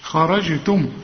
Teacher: خرجتم، خرجتم إنخاء مفخمة لأنها مفتوحة والجيم بنقلقلها لأنها عليها السكون، خرج شوف خرجتم، ودي الميم هي السكنة، اقفل هنا فيها شفايفك.